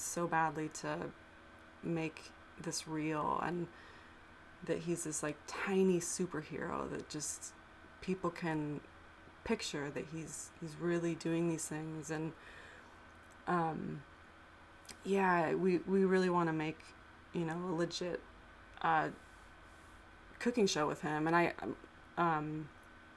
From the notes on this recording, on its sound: Sorry about the background fuzz!